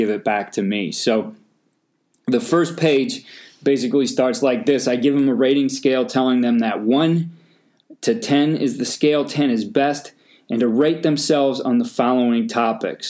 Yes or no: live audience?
no